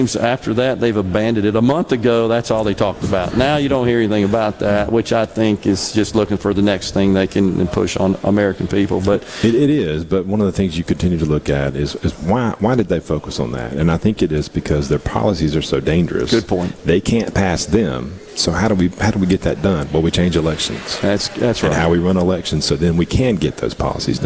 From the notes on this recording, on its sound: MidDays is LIVE from the Trademart at the Mississippi State Fairgrounds for the Annual Dixie National Rodeo and the Sale of Champions